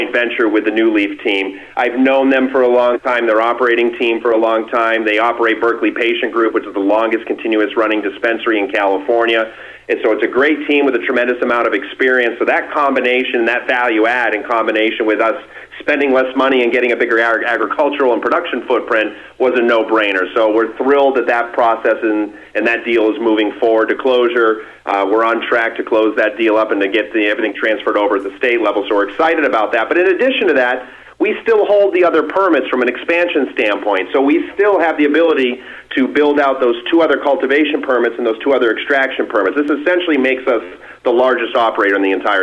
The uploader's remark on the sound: called in to SmallCapVoice